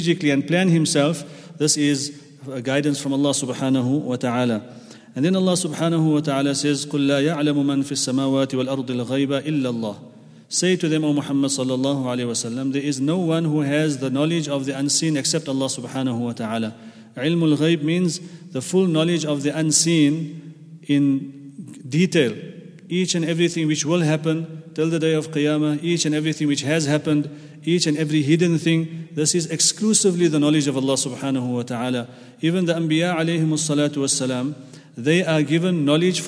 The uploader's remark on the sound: at the Houghton Masjid (West Street)